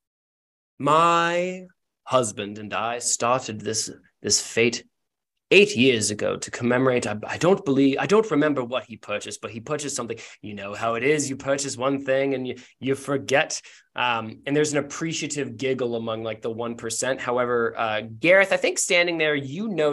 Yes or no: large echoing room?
no